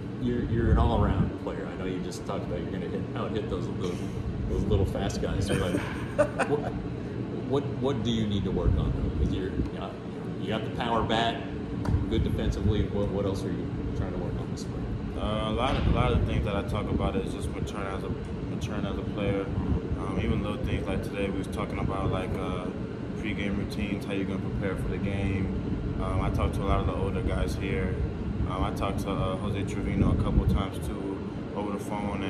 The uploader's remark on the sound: The podcast was recorded at Surprise Stadium, outdoors. The audio isn’t necessarily studio-quality, but it’s not bad.